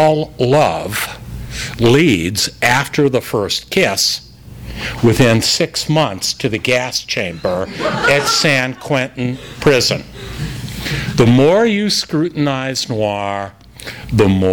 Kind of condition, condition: setting, live audience